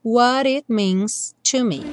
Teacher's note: what ganhou o rarará no T